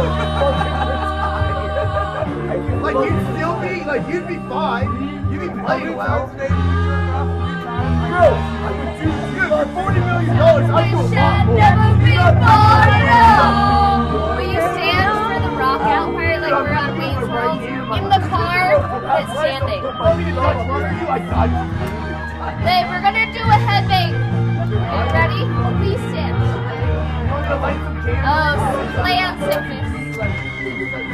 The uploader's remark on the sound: There is considerable background noise, foul language, and general chaos.